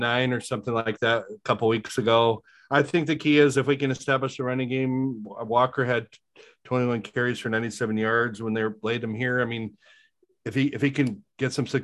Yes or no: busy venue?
no